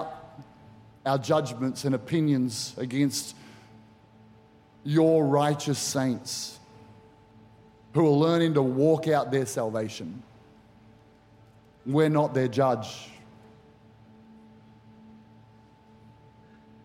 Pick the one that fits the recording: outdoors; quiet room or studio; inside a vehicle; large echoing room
large echoing room